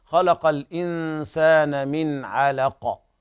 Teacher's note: والعين حكمها الترقيق كذلك اللام، والقاف قلقلة كبرى